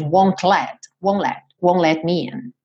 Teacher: Porque ele juntou no som do N já won't let. Ele não foi mesmo pro T